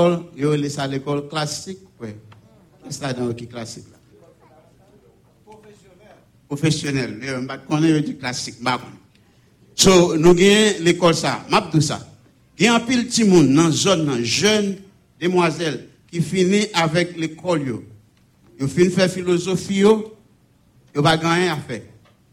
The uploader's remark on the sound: Sunday Service Live